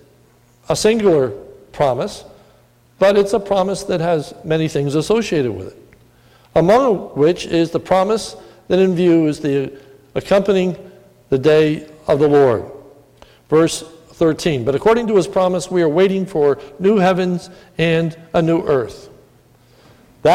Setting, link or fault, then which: setting, large echoing room